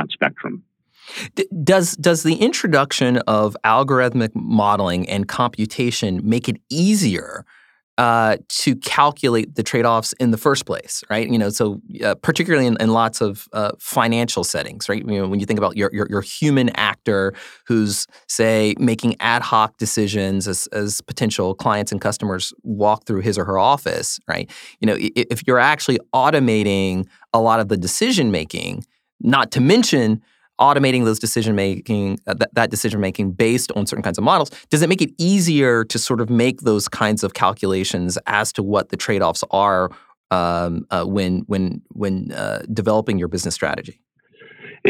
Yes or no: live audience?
no